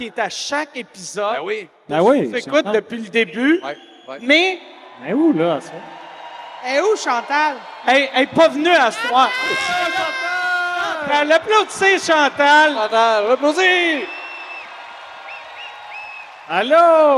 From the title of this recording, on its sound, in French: SOUS ÉCOUTE au CENTRE BELL - Soirée complète